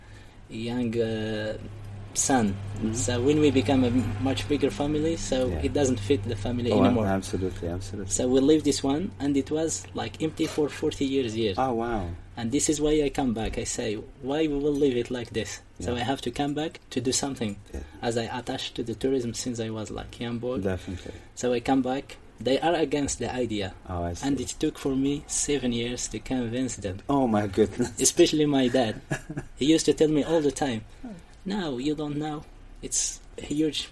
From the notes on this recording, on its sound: Labyrinth Kasbah is the scene for today's episode, recorded live on location from Dadès Valley itself, 200 miles from Marrakech in the shadow of the High Atlas.